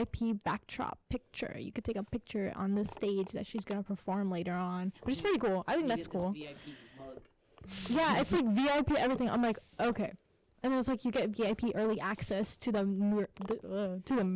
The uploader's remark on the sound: Apologizes for the rough audio, we're still trying to figure things out, please be patient!